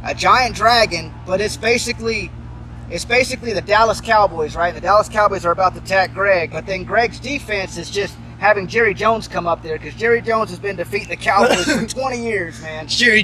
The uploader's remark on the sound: Live from Dive Bars across America!